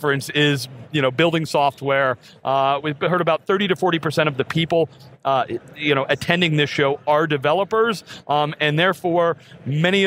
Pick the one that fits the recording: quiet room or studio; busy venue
busy venue